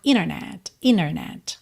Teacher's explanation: palavras que a gente tem NT e uma vogal, o T some e aí a gente junta o N direto na vogal